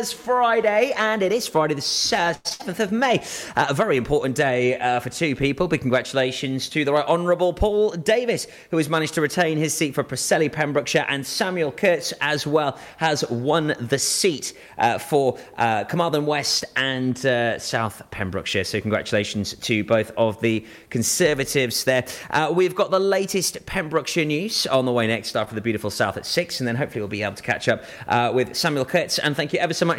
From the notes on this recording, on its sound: Live at the Senedd Election Count